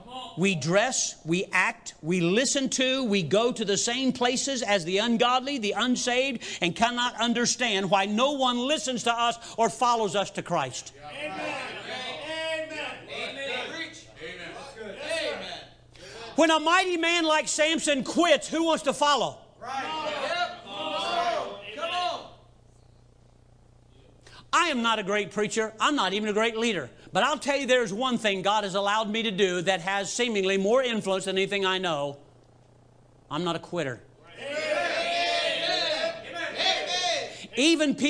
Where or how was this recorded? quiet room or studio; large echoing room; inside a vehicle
large echoing room